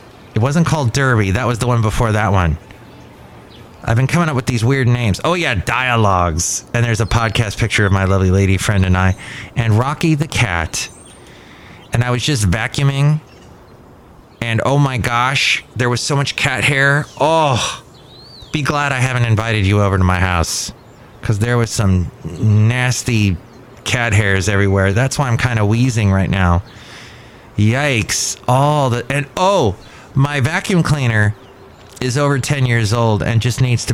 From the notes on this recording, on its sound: podcasts live from Café Anyway